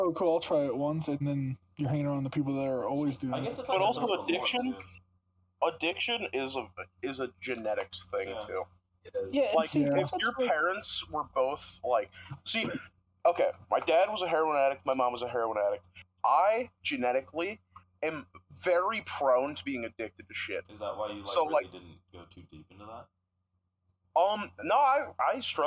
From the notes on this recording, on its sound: I hope you enjoy the terrible audio quality at its best